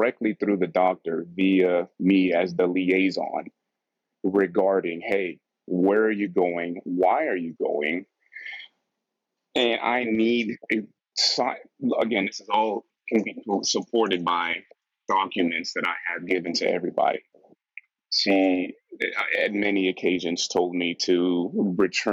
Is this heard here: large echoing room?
no